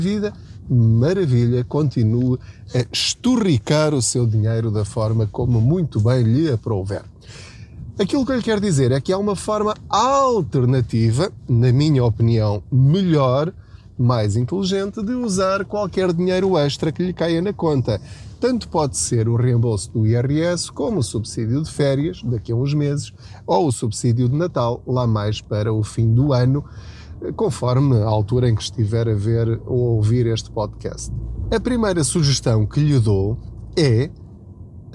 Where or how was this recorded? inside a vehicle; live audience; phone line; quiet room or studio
inside a vehicle